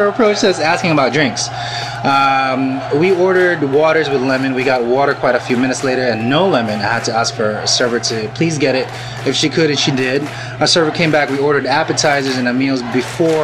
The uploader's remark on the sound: Live in the restaurant.